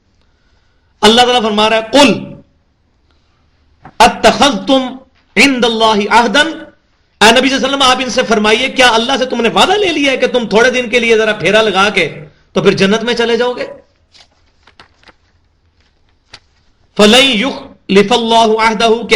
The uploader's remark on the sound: Recorded at Qur'an-o-Sunnat Research Academy Jhelum, Punjab (PAKISTAN)